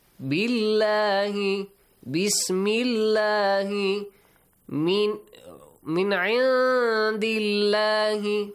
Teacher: there is a kasra right before the word Allah. Try to read the word Allah with an a sound.